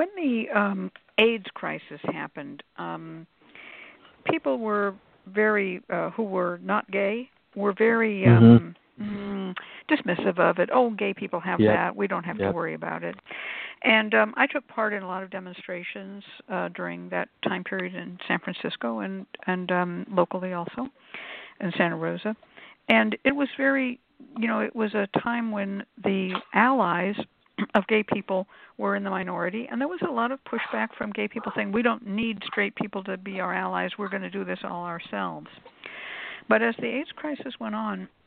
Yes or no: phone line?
yes